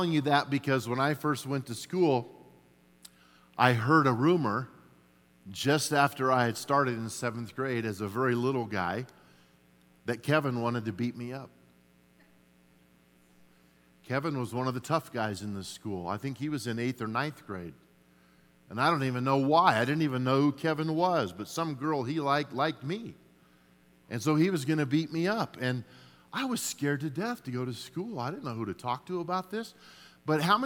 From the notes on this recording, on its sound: At Timberline Church. Live.